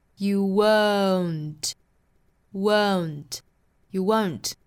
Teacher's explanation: 我们注意里头这个字母 O 对应的元音是双元音，从 a 去过渡到 o. Oh. You won't.Won't, you won't.但真正在读起来的时候呢，这个音会发得快一些啊，不会说 oh 这样长，会发成 oh, oh, won't, won't 加前后的辅音。You won't, you won't, won't.后面 it's a 前面的这个 its 是松口的元音 a 松元音，所以发的时候不是 its 而是 its.